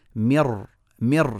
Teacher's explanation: رحنا من الميم للراء على طول · Term: إدغام كامل